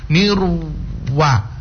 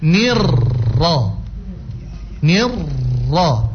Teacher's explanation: saat kita menyebut huruf ra tapi bibir juga ikut turun, artinya wau juga ikut tersebut · Shown in: first take